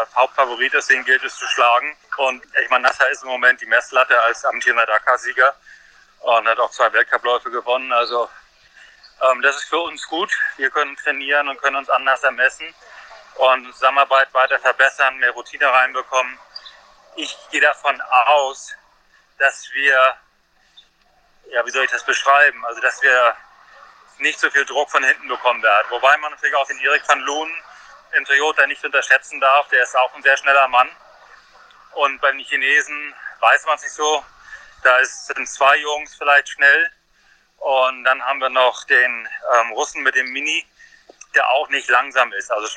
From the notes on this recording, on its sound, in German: am Telefon live aus Sibirien